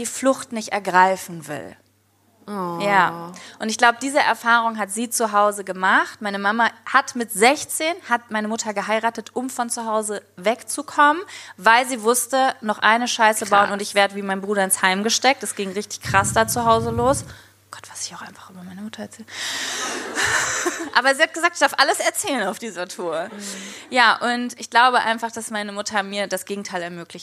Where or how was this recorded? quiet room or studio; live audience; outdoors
live audience